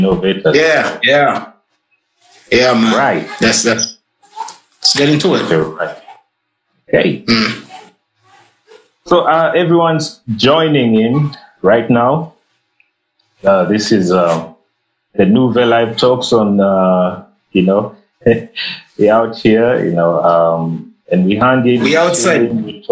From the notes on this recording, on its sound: This episode was recorded via Instagram Live.